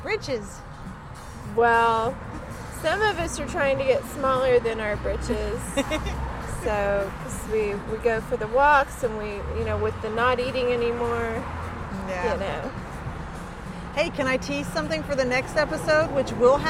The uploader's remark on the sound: Due to the nature of the location, it does sound like they are playing in traffic.